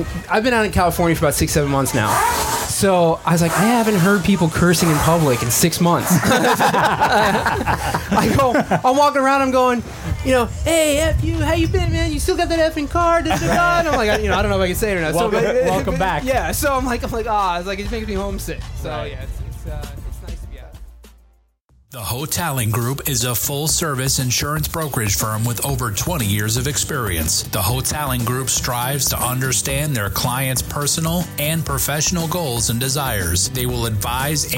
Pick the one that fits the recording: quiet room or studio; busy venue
busy venue